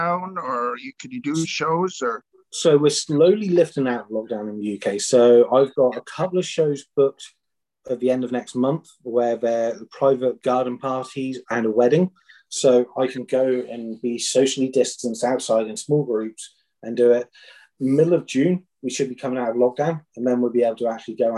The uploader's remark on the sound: Original Zoom Audio. What we have here is the Zoom portion of the interview.